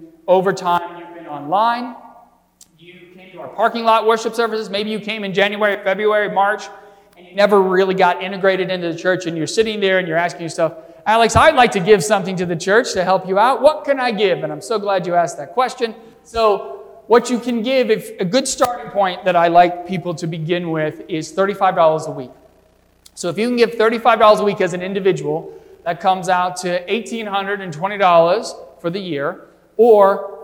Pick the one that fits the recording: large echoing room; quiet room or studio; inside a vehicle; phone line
large echoing room